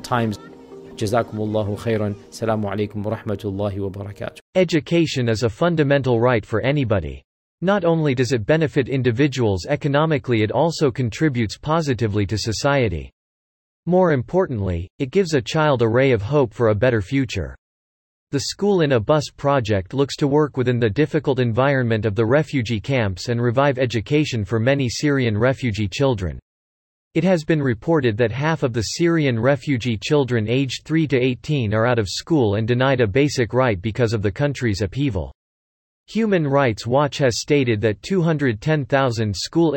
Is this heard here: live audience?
no